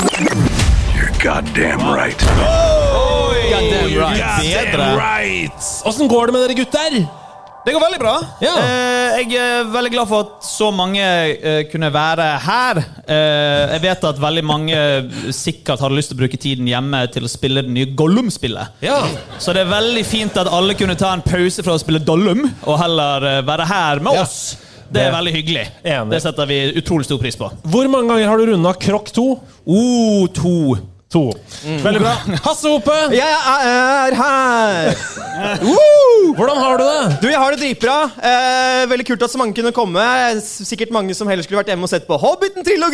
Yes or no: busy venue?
yes